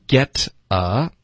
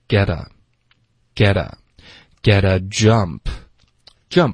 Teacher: get a 要连读，t 的音浊化